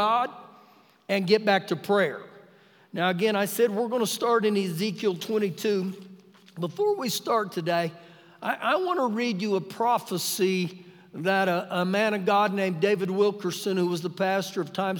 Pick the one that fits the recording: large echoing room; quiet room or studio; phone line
large echoing room